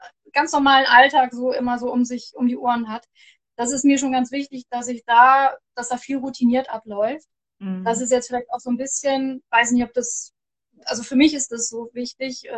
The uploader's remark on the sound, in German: Jetzt startet eine neue Reihe von Interviews, es sind alles Mutmacher Geschichten, die ich auf live auf Instagram geführt habe.